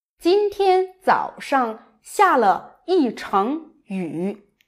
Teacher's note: when used as a measure word for rains or other nature phenomena, it is the second tone instead of the usual third tone.